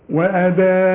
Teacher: احنا قلنا الفتحتين عند الوقف يدوك الف كاملة عند الوقف، اما ده نقف ازاي؟ تقف عليه بالسكون، يعني الغي الضمتين تماما، الغيهم وتحط من عندك سكون.